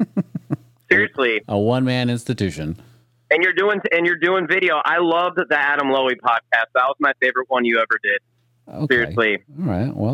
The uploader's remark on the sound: Was recorded over the phone. In Austin “Podcastropolis” Texas.